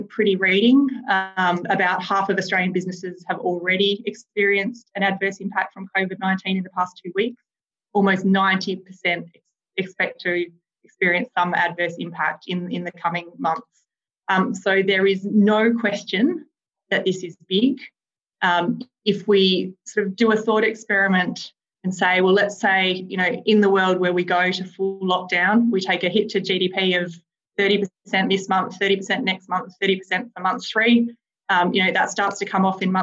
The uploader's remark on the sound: Webinar recording